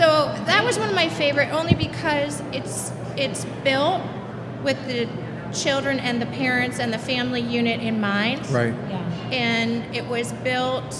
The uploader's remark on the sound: LIVE at the Home & Garden Show. From the Dispatch Home and Garden Show main stage!